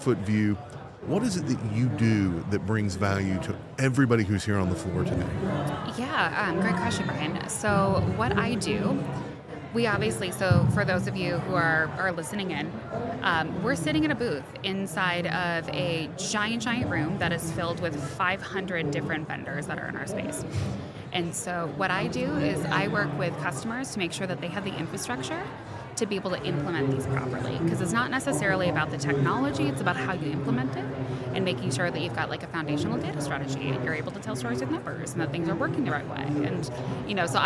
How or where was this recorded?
busy venue